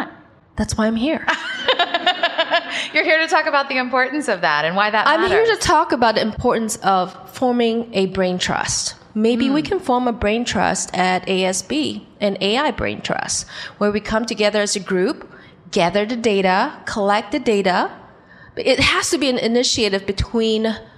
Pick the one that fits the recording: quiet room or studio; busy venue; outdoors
busy venue